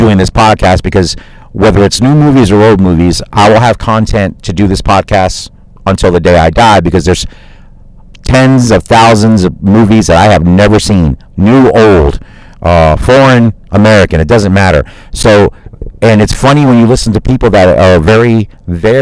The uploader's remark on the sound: Live from my car.